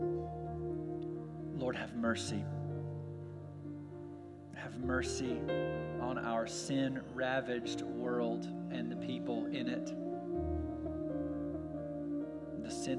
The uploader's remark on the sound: We're glad to share our service audio